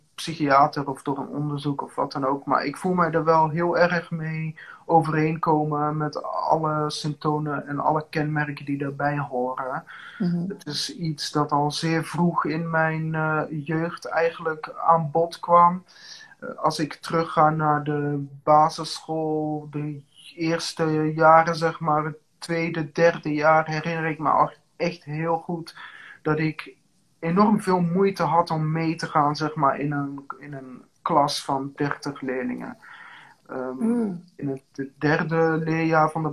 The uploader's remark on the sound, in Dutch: Deze EnergyTalk is opgenomen op InstaLive.